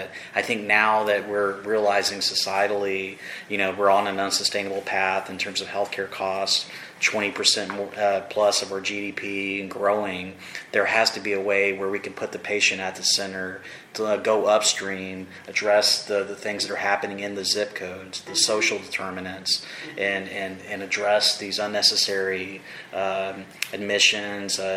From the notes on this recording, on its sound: MISSION, Texas - Those attending a recent conference in the Rio Grande Valley. An exclusive interview at the conclusion of the Accelerator 2023 RGV Health Equity Conference. The event, held at the Mission Event Center, was co-hosted by Western Governors University and AltaCair. Here is an audio recording of the interview.